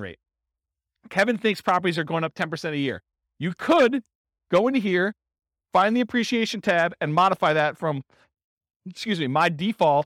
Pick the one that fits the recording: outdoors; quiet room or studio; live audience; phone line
live audience